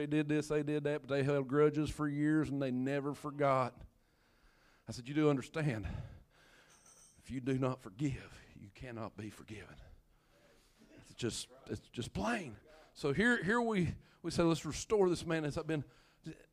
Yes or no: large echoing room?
yes